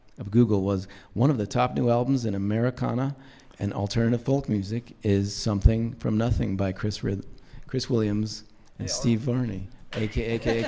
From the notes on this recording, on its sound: This episode was recorded before a live audience at the Boulder Roots Music Project.